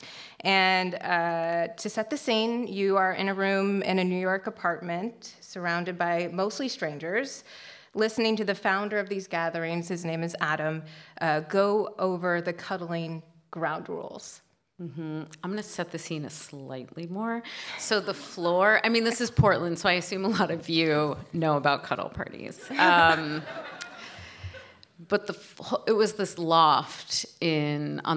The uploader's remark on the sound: We bring you an event from the 2022 Portland Book Festival, which took place on Saturday, November 5, 2022. The hour is split into two halves of thematically related conversations.